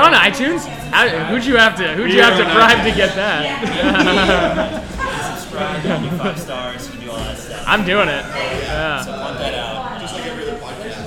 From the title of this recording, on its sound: LIVE from Intermezzo Carmine